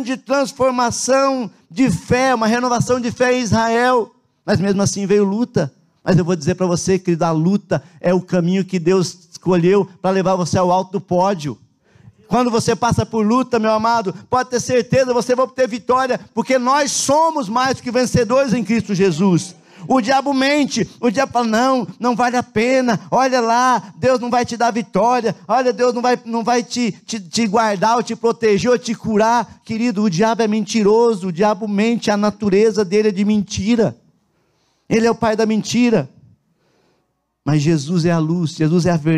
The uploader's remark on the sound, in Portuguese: na Igreja ABA Curitiba (Transmitido ao vivo)